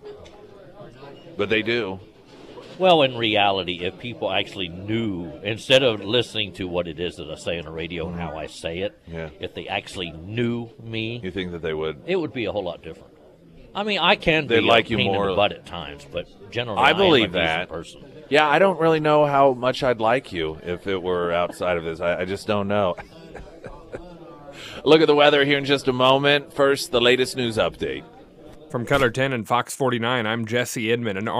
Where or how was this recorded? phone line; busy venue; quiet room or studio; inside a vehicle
busy venue